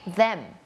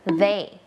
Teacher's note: ให้มันมีสั่นกว่าเดิมนิดนึงมันจะเหมือนดอเด็กบวกฟอฟัน